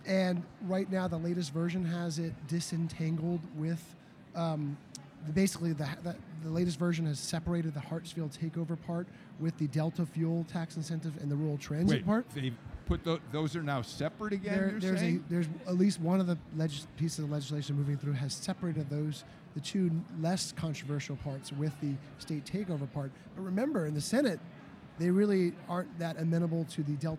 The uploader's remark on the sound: Live From The Capitol On Sine Die.